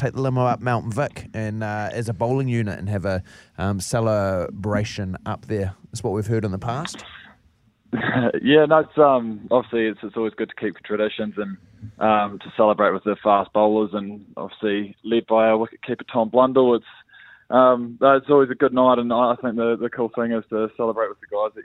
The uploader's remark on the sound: We are joined on the phone